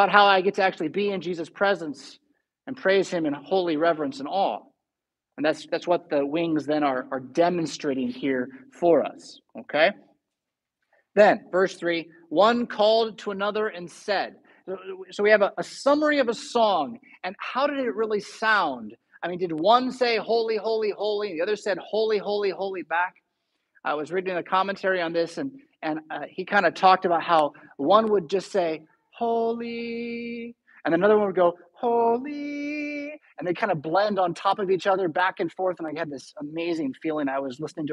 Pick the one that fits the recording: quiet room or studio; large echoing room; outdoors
large echoing room